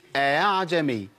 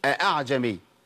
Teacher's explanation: اخلي الهمزة بين الهمزة والالف، بين الهمزه واصل حركتها · Shown in: first take · أعجمي بعض الناس بيقولها خطا، بيقول أعجمي، ما عنديش هاء، هي بين الالف وبين الايه الهمزه. · Term: التسهيل